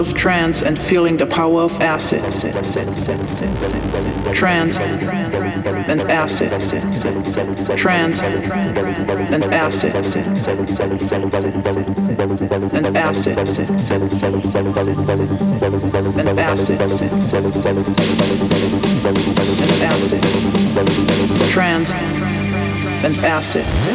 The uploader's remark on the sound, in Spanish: Sesión grabada en directo en Arkham Crazy Club